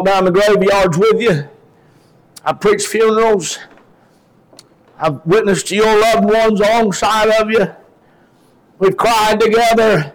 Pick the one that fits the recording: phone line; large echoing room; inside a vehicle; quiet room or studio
large echoing room